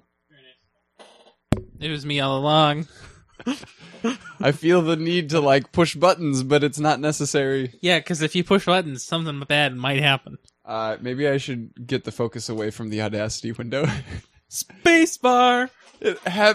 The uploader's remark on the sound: We experience linux audio troubles - apparently updating causes settings to revert defaults, among other things.